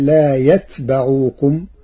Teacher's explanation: قرأ ورش كلمة يتبعوكم بسكون التاء وفتح الباء، فتصير إلى الهدى لا يتبعوكم، وهي من لغات العرب.